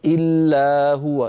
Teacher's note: لابد من نطق الألف، وإلا تحولت إلى فتحة